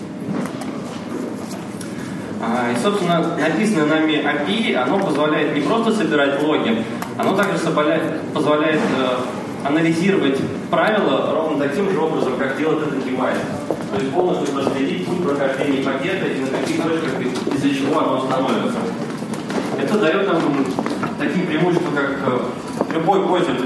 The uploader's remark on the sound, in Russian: Аудиозапись докладов с конференции. Workshop 1, Defensive Track.